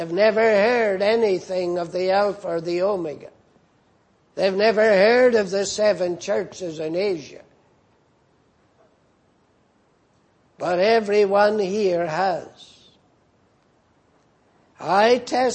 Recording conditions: large echoing room